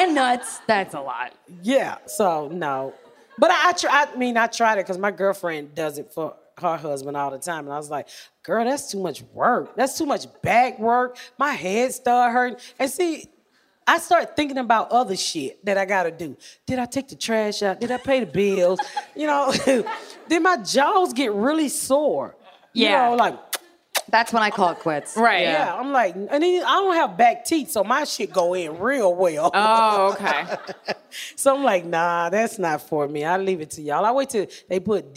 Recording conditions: live audience